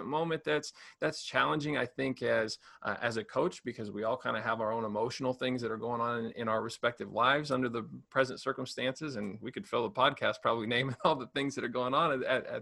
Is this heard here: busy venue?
no